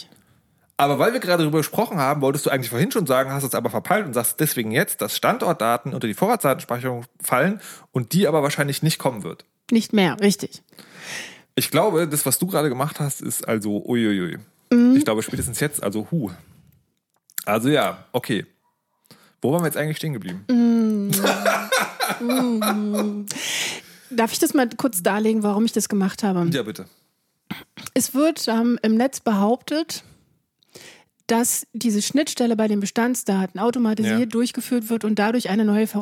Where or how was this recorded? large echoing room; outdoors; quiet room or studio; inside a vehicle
quiet room or studio